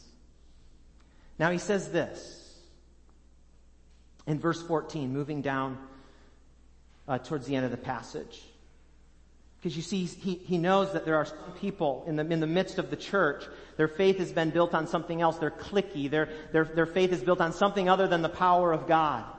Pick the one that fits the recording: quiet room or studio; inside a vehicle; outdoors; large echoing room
large echoing room